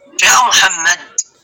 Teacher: فعند الوقوف عليه أحذف التنوين ونسكن الحرف الأخير · Term: نحذف التنوين ونسكن